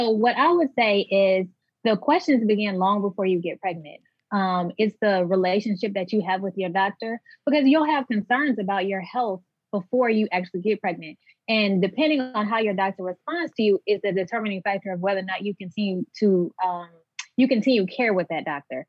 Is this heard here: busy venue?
no